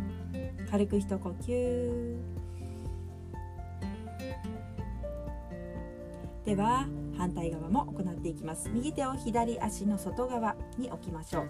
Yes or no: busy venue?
no